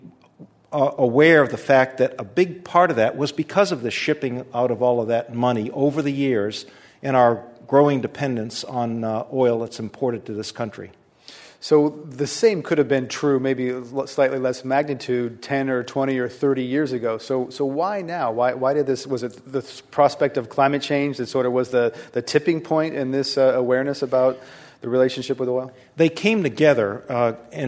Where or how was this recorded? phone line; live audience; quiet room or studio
live audience